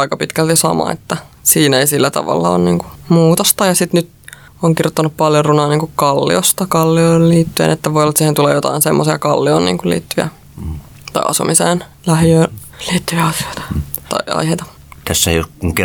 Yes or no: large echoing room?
no